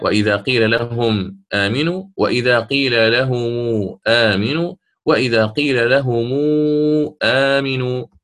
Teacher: ميم الجمع فيها ثلاثة أوجه: الإسكان والصلة بالقصر والتوسط